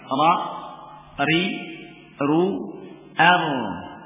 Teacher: Ra ini mendekati atau berdekatan dengan makhrajnya nun